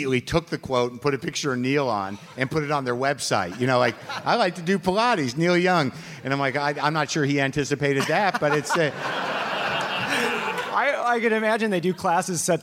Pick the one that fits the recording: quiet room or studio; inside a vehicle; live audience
live audience